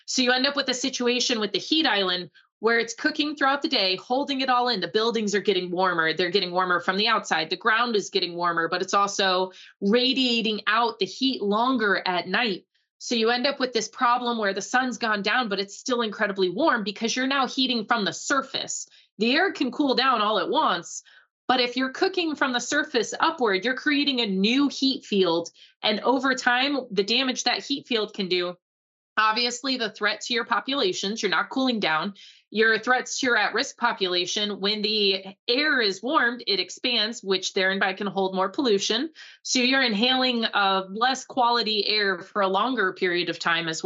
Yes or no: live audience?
no